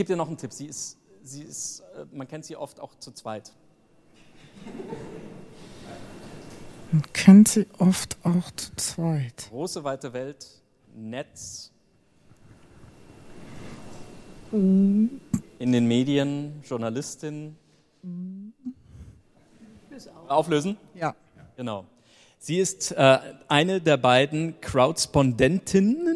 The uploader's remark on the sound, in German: Das Digitale Quartett gibt es einmal im Jahr, immer bei der re:publica, live und mit Publikum. Live on stage.